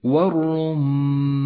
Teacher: من نفس الكلمة لأنه جاء مضموما، تقرأ الكلمة بهذا الشكل والرمان، اللام الشمسية تكتب ولا تلفظ، الراء مفخمة لأنها مضمومة